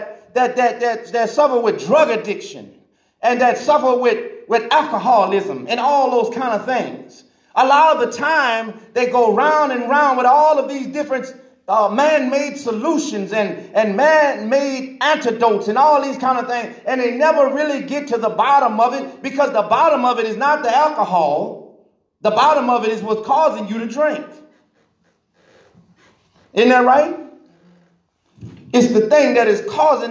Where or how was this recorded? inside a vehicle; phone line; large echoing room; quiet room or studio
large echoing room